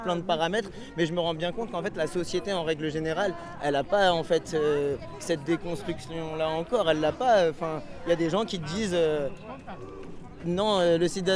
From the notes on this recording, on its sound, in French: Le rendez-vous a été donné sur la place de la Bastille. La manifestation s’élance en direction de la Flèche d’Or dans le 20e arrondissement de Paris. Le déploiement du patchwork des noms, des prises de parole et un repas partagé. Le 1er décembre 2021 à Paris.